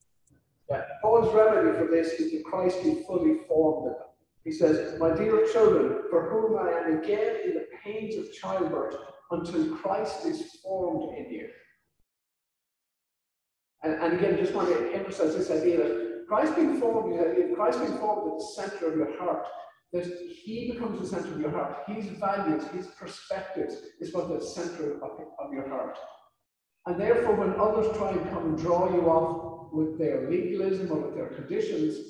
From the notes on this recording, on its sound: This sermon was recorded on July 25th at our in-person service. Due to the audio setup, the sound quality of this sermon is a bit poorer than others in this series.